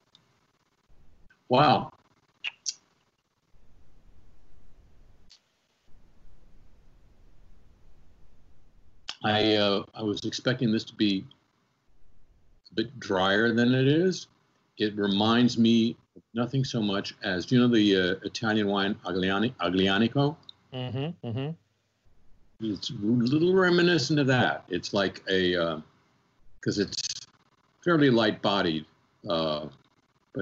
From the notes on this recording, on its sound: Over Skype and with wine.